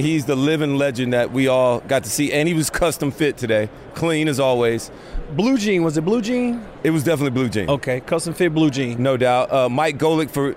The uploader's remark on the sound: live from radio row for Super Bowl LVII